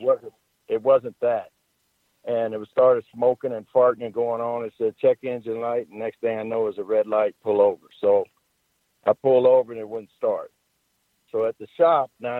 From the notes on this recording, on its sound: Call in Question and Answer Show.